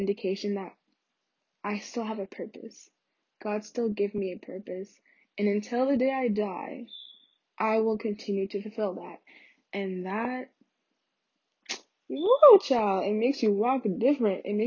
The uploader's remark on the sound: sry y'all the audio is pretty trash in this one